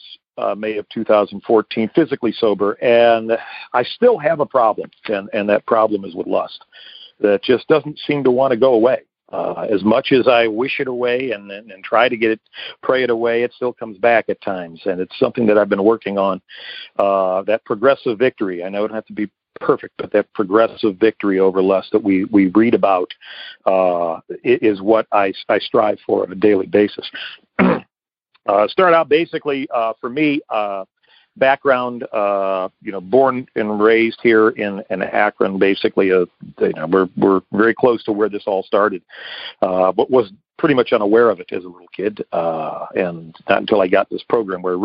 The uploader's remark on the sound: Akron OH. Noon Phone Speaker Meeting.